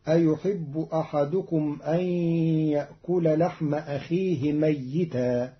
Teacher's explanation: قرأ قالون كلمة ميتا بتشديد الياء فتصير أيحب أحدكم أن يأكل لحم أخيه ميتا.